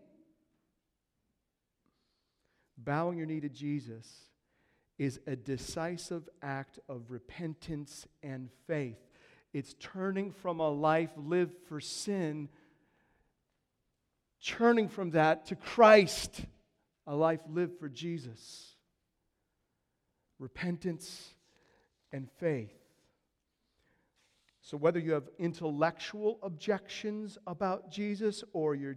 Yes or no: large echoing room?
yes